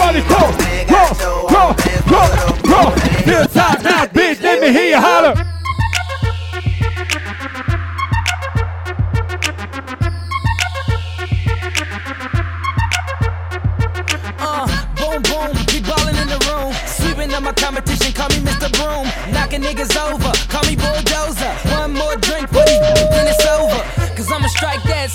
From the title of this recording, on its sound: Live In Da Mix - One Night at La Viva Bremen 4